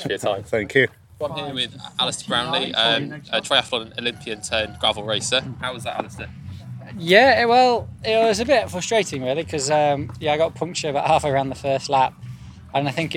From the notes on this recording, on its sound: records live from the British Gravel Championships at the King’s Cup Gravel Festival in Suffolk, east England